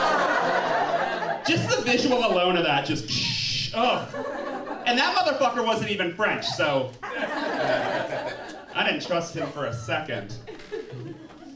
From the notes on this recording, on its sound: Our live story comes from New Orleans based comic